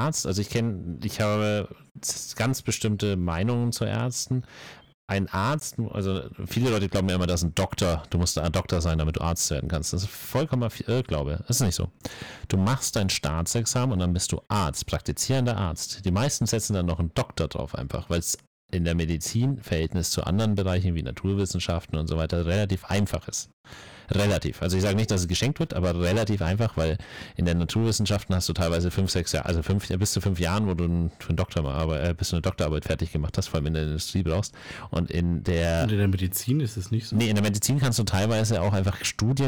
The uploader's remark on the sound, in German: Leider hatten wir diesmal bei der Aufnahme nicht gemerkt, dass das Mikrofon übersteuert.